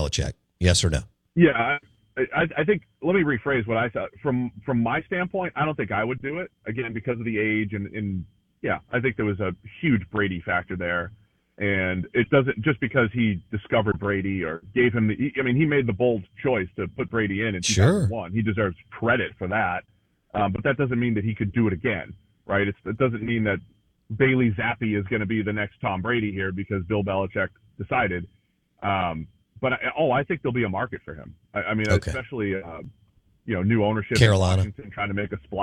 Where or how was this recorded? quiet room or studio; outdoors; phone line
phone line